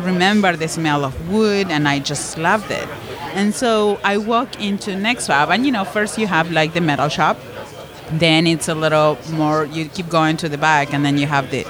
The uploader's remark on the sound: During Podcast Movement 2018, in Philadelphia, we had the privilege of recording, live-on-tape from the Talkshoe booth, with two special guests.